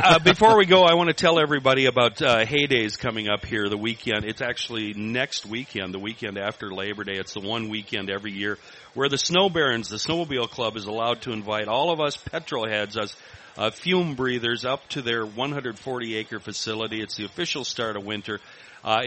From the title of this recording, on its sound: Today we play a great game at the State Fair